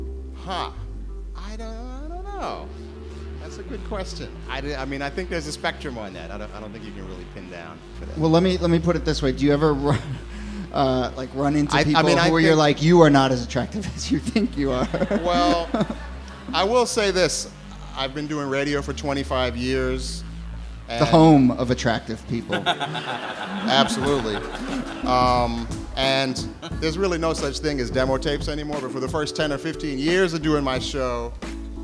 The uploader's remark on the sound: Ask Roulette is a conversation series in which strangers ask each other questions on stage.